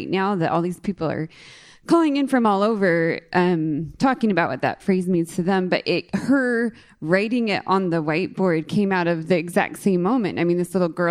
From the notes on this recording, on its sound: Today’s bonus episode was recorded live back in May at Beautiful/Cononymous. This episode was recorded during the Beautiful/Cononymous waffle brunch, which was a fundraiser for Make-a-Wish Oregon.